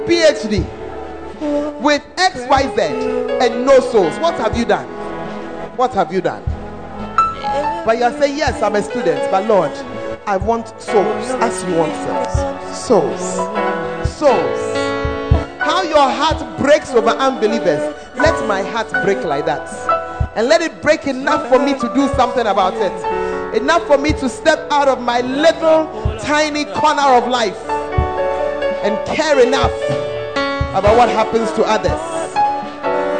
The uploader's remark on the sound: Preached At The 100s and 200s Camp